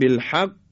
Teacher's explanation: اما وقتی که مشدد باشه میگیم بالحق، محکمتر و با یک مکس بیشتری میگیم · Term: قلقله